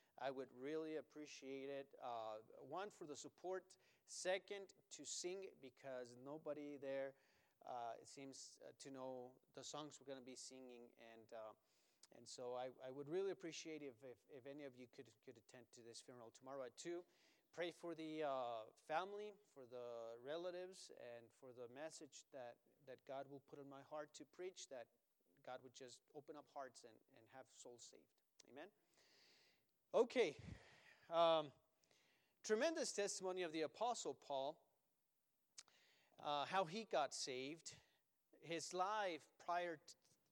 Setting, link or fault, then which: setting, large echoing room